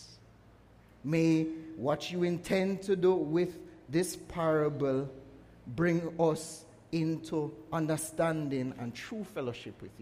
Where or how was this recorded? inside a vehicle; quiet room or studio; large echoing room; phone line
large echoing room